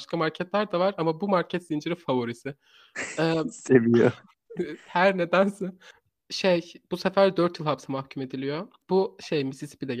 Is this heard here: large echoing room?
no